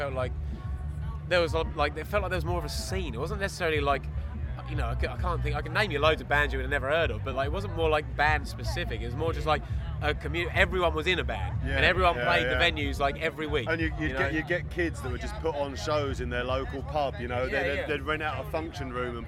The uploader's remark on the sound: Our interviews from 2000 Trees Festival. Listen out for a cameo from a couple of fans.